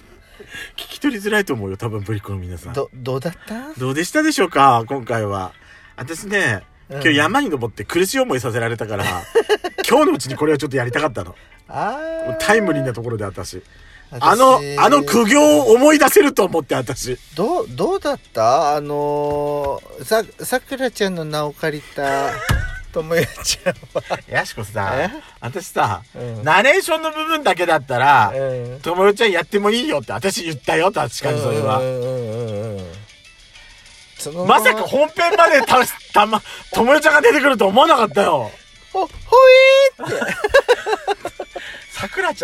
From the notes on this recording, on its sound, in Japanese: パーキング収録